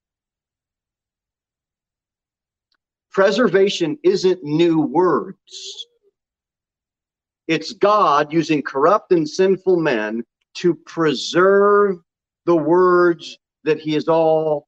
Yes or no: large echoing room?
yes